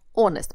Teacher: Но произносится без буковки H, honest, потому что слово англичане взяли из французского.